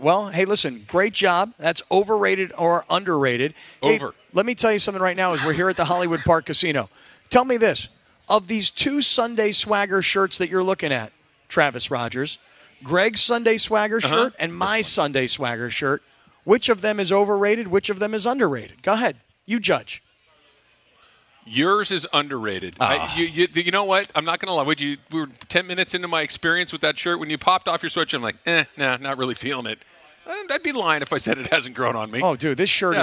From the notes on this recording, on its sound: live from Hollywood Park Casino